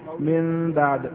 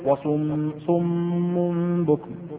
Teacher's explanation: قلب النون الساكنة والتنوين ميما بغنة مع الإخفاء · Term: القلب